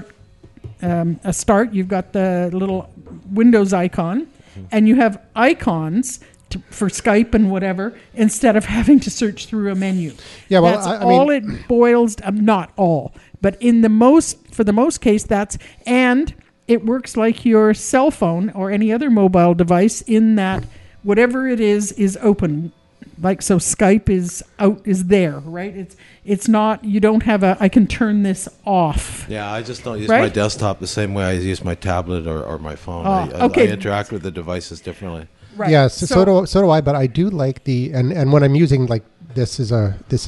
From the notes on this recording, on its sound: The Bunker Project is recorded with a live interactive studio audience.